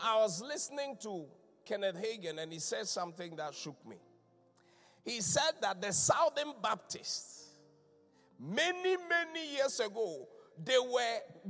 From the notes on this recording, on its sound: Inspiration Service. Preached at The Qodesh.